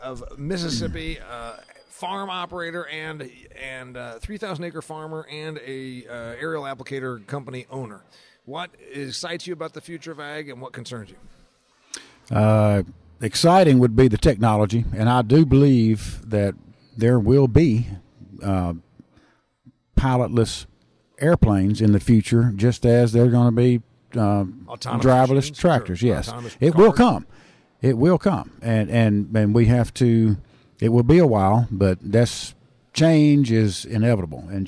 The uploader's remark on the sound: I taped this episode from the National Ag Aviation Association convention and trade show.